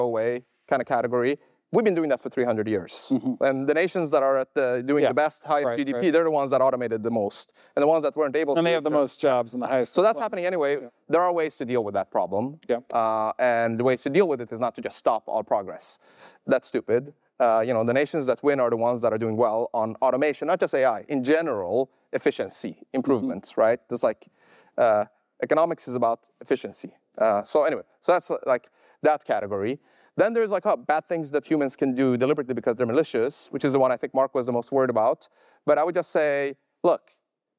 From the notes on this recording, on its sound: recorded August 2023 at a live event in San Francisco.